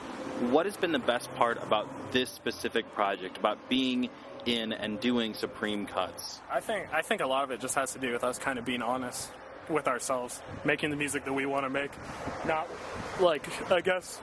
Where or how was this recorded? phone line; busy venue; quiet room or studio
busy venue